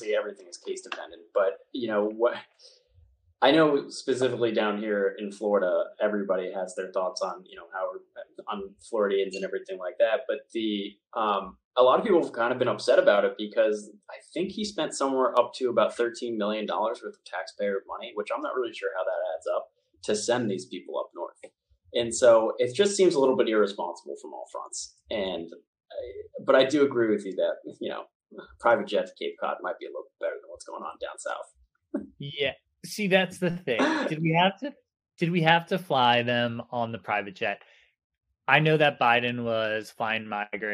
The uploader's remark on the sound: Apologies for any technical deficiencies in the recording. I used a new recording tool and ran into some issues.